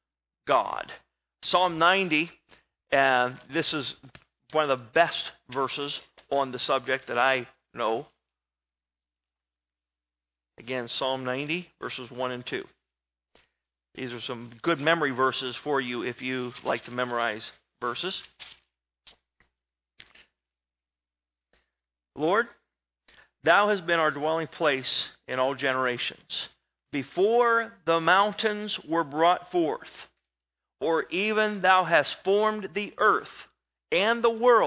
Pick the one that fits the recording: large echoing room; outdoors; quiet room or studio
large echoing room